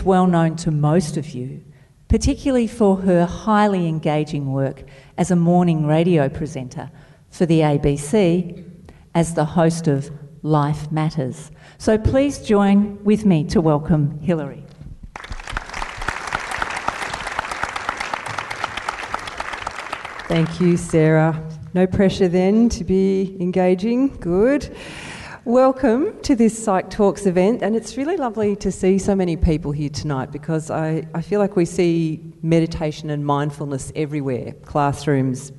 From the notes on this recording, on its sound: Thanks also to our event partner, Melbourne Knowledge Week. This podcast was recorded on Tuesday the 21st May at Hoyts Melbourne Central.